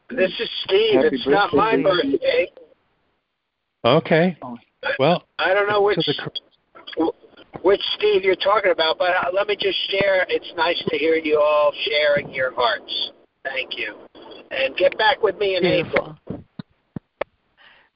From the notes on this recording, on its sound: ACIM Daily Conference Call